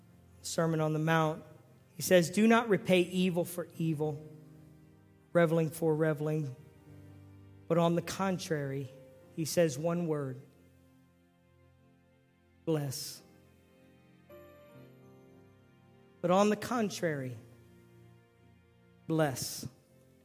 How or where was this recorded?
large echoing room